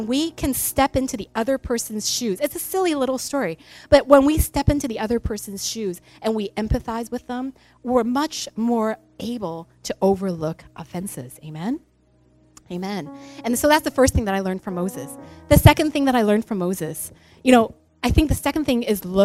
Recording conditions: large echoing room